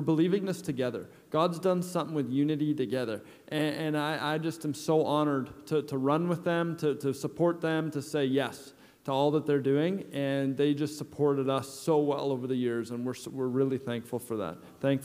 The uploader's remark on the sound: at Resurgence Edmonton on Saturday, January 12 at Shiloh Baptist Church.